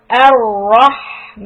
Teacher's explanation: Ra being heavy and Ha sukun is soft.